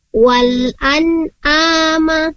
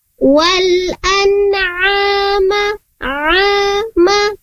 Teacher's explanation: seolah-olah ain ini dirubah menjadi huruf hamzah · Shown in: first take